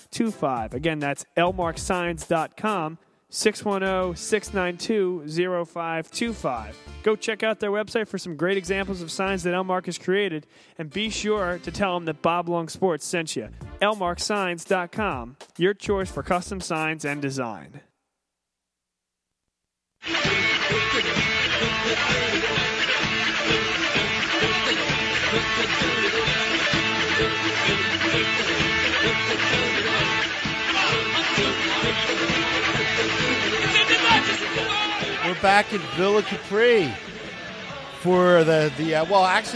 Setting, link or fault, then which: setting, busy venue